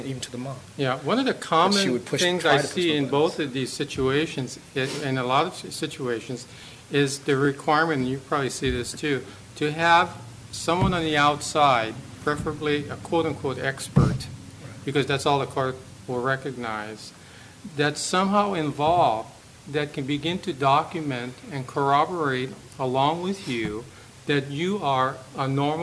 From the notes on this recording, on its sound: A live recording from a Father Matters men's support group.